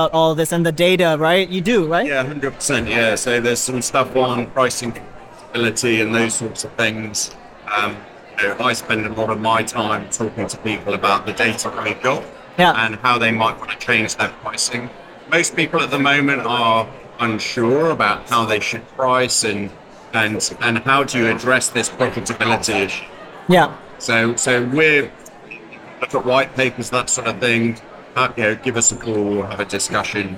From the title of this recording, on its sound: Live From the Salon Owners Summit 2024